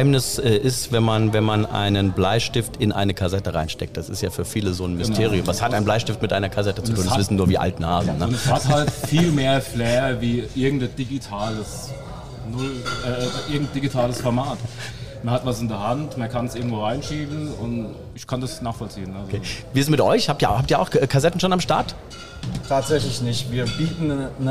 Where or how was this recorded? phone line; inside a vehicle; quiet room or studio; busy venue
busy venue